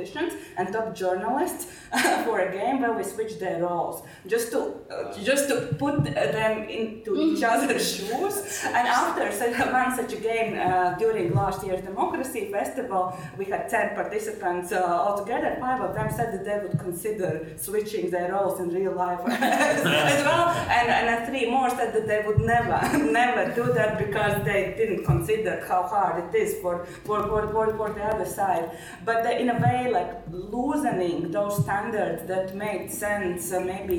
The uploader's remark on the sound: A recording of a roundtable from the 2018 Chatham House London Conference. This annual event brings together policy-makers, academics and business figures from around the world to London to discuss key global issues.